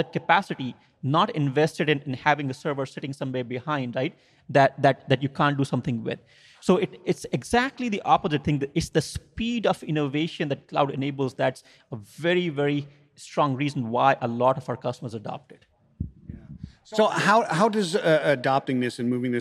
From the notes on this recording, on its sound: On tonight’s special live in-person episode of WHAT THE TRUCK?